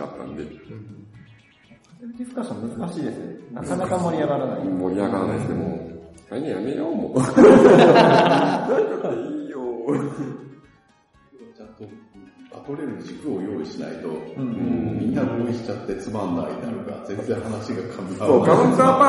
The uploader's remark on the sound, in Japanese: アジャイルジャパン大阪サテライトに行ってきたよ！今回は、スクラム道関西メンバーが、アジャイルジャパン大阪サテライトを開催したので、 参加した方を交えて、収録を行いました。